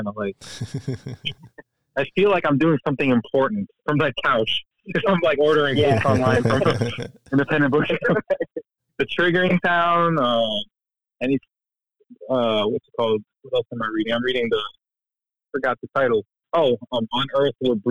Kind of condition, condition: link, phone line